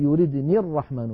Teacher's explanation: لكن هذه الياء لما نصلها بكلمة الرحمن نقول يردني الرحمن فتسقط الياء في اللفظ، ولكنها في الخط أيضا كتبت على نية الوصل فسقطت منها الياء.